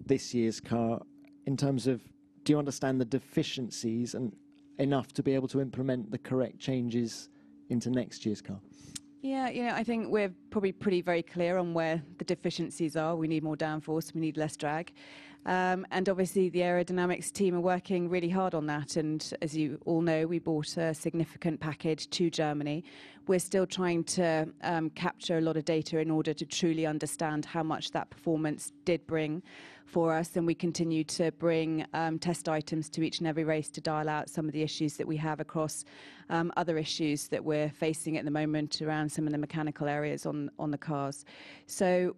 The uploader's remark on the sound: Friday Team Principals Press Conference